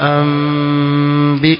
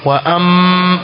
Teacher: Wa hiya ghunnatul mim, ile ghunna ya mim uidhihirishe. Na baada ya kuitamka ile mim ndio utafunga mdomo kwa ajili ya kuitamka ba · Shown in: first take · Term: iqlab